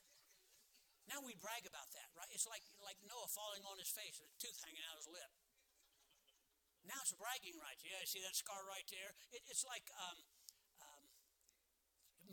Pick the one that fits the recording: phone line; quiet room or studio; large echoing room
large echoing room